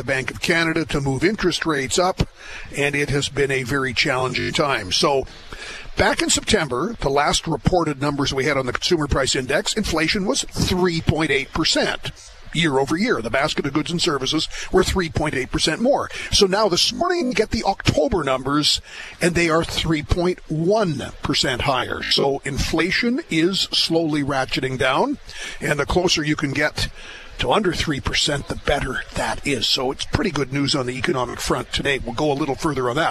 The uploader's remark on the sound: live from the 52nd Canadian Western Agribition in Regina